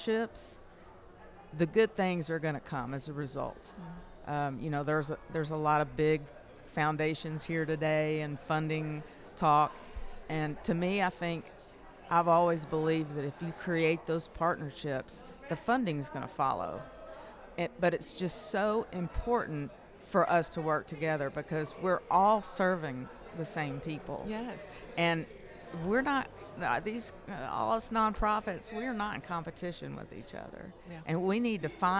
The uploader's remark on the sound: The Listening Lab visited the Starshine Summit in June 2023 and recorded conversations with attendants